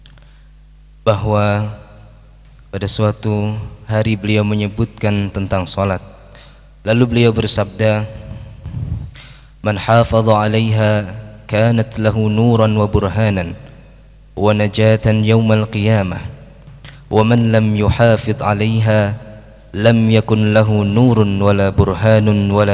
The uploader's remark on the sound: Live Masjid Daarut Tauhiid Bandung